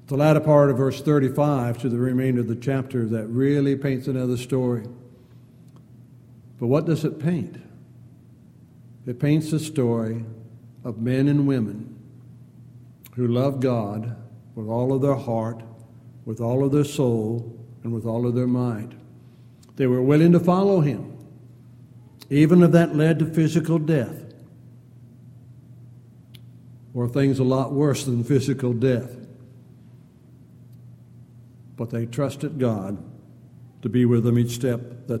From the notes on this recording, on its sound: Downtown Church Of Christ Audio Sermon.